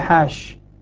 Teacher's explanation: يعني يصلها بألف حالة الوصل، فإن وقف عليها حاش، وقف عند دون ألف، عند الجميع بدون ألف